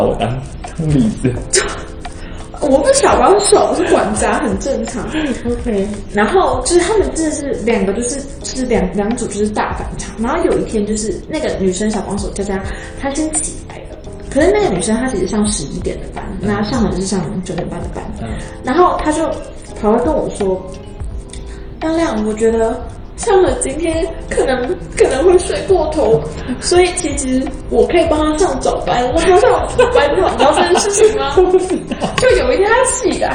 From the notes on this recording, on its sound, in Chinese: 臨時的錄音所以來不及備上器材